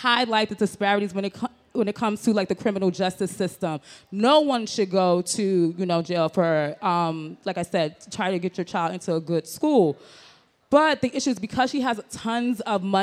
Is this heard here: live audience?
yes